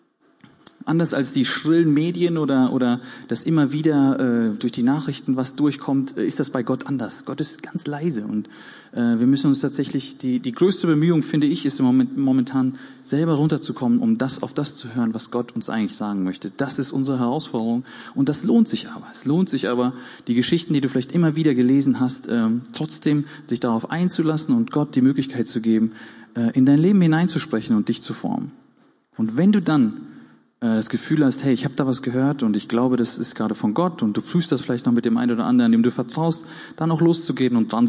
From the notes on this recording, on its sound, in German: Gottesdienst der Kirche für Bonn